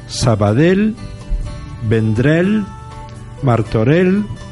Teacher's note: Eh, otra, la grafía L, doble L, al final de palabra, que aparece en muchos nombres catalanes, ha de escribirse obligatoriamente con doble L pero se pronunciará siempre una L simple